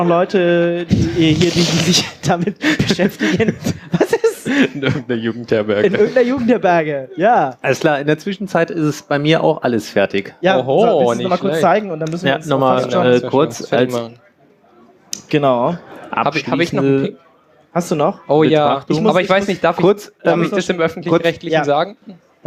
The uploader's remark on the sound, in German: Binärgewitter Live (33c3-sendezentrum)